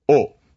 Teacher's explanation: O is a sound where if you make it round your lips, you can feel that it's kind of in the middle rather than up top, and it's in the back rather than in the front. So E, O. It's kind of pulling back.